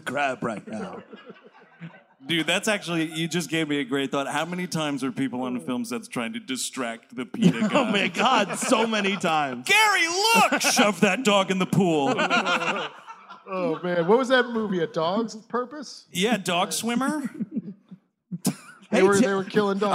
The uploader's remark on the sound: Live! at the Los Angeles Podcast Festival. It's the gang's live appearance at the 2017 Los Angeles Podcast Festival. Recorded at the Millennium Biltmore Hotel's Biltmore Bowl.